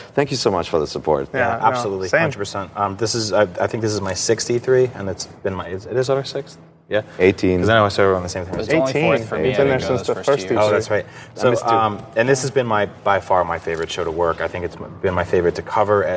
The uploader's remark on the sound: The Nintendo Voice Chat is coming to you live from E3 2014!